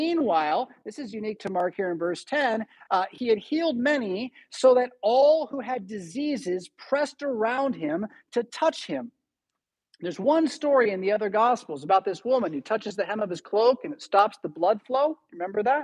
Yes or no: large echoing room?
yes